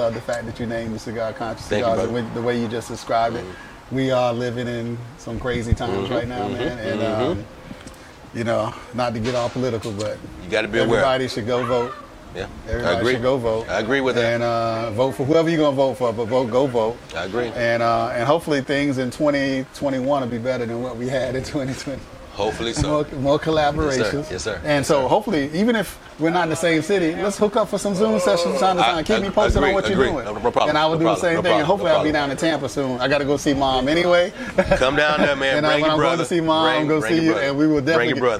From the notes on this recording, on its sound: PuffChat Episode recorded at Havana Cigars ATL